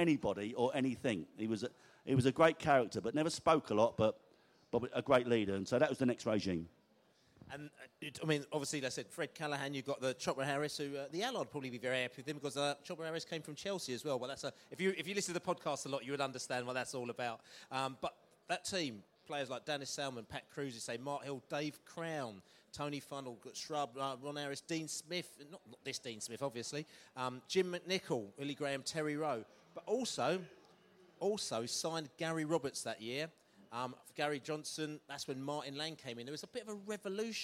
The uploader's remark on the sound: Q&A At The Beesotted Social in the Pub